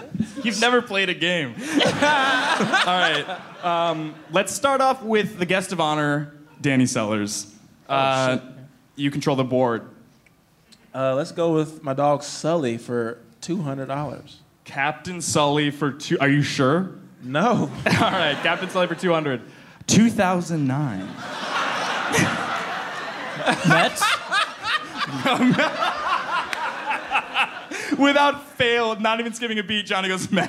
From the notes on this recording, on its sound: Live in NYC! At the first ever live Headgum Podcast show at the Gramercy Theatre in NYC.